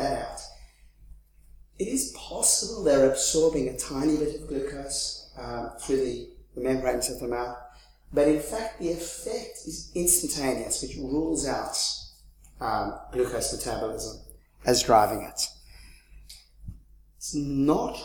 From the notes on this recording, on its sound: 2015 Leverhulme Lecture.